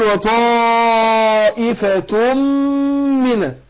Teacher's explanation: ادغمناها في الميم بعدها ادغام بغنة، فلذلك علامة الادغام هنا ايه؟ ان مشدد لك الميم من